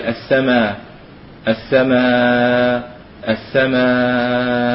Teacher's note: في هذه الحالات الخمس يقف عليها بالإبدال، السماء السماء السماء، يبدلها إلى ألف ثم يقصر ويوسط ويطول